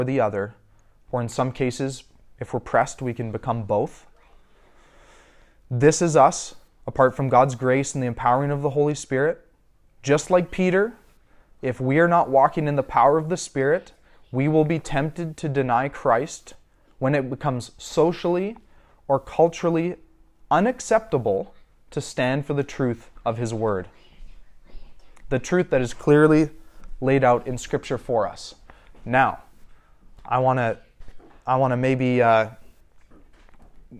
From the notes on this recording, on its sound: A sermon I preached recently at our local church as part of my Eldership training.